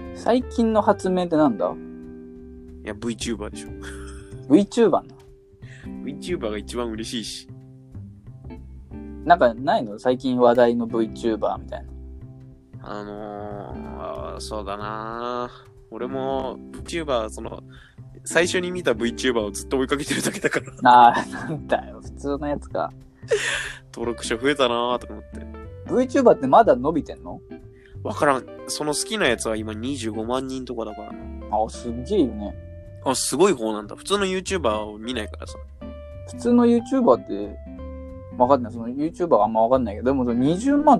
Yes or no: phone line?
no